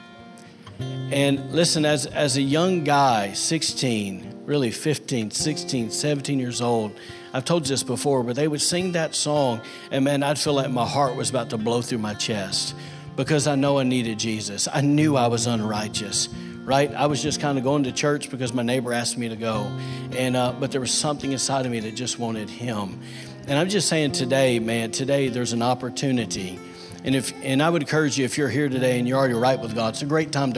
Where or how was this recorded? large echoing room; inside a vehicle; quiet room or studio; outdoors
large echoing room